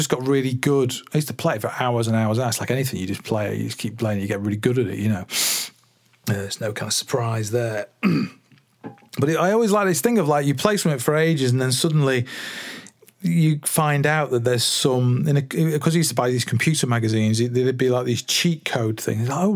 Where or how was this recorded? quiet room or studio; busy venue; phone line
quiet room or studio